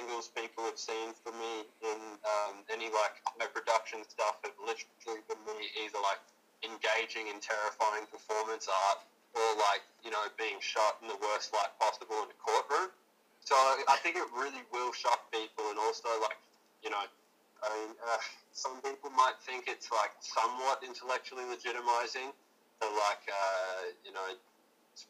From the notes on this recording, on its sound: Please excuse audio quality